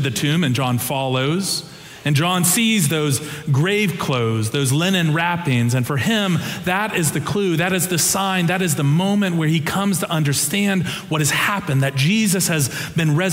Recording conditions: live audience